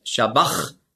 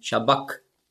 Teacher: Und das CH im Griechischen, das ist ja ein Buchstabe, das Chi, das hat man ausgesprochen so wie ein C hinten im Gaumen · Shown in: second take